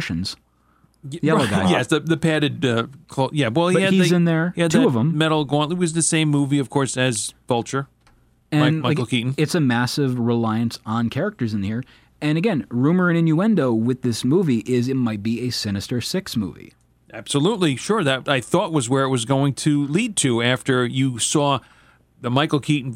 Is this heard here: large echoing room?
no